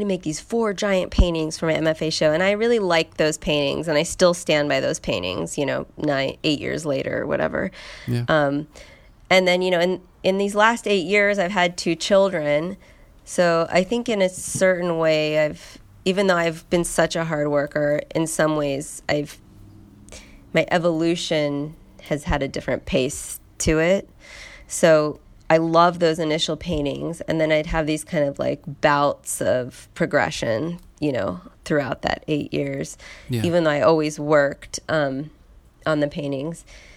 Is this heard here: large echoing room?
no